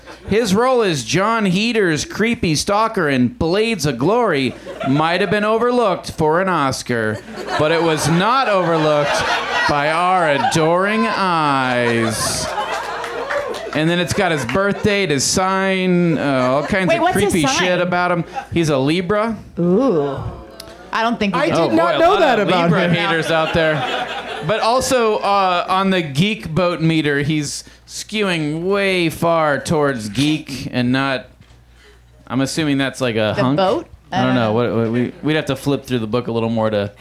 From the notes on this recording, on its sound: Live from the UCB Franklin in LA